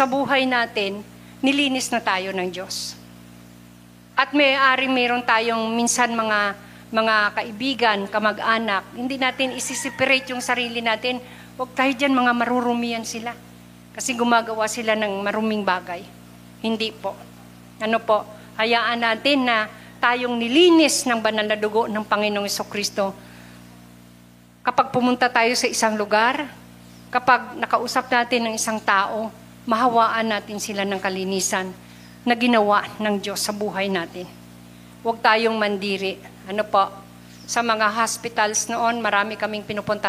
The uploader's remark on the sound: Recorded live at The Shepherd Of Faith Family Church on June 26, 2022.